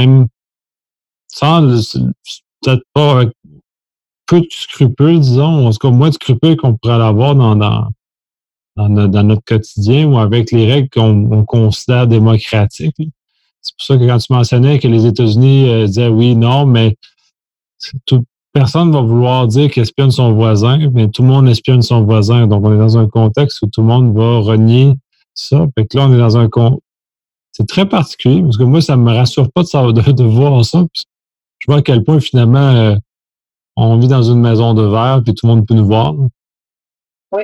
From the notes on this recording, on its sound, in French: Locaux virtuels par Zoom. QuebecSec - Enregistrement de La French Connection. Locaux virtuels par Zoom.